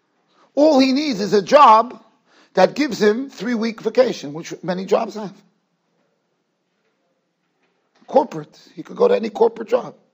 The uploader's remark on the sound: Shiur recorded in Yeshivas Ohr Reuven, Monsey, NY.